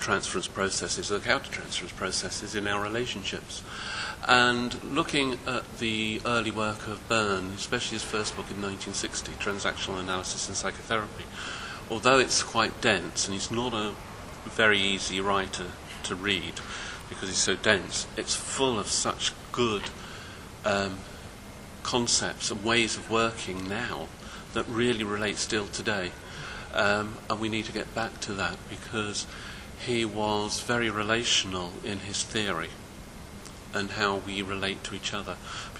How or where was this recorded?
busy venue